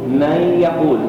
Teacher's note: فالنون الساكنة في الكلمة الأولى أدخلت في الياء الواردة بالكلمة الثانية فصار جميعا حرفا واحدا مشددا هو الياء، وتكون الغنة مصاحبة لأدائه وتقدر بحركتين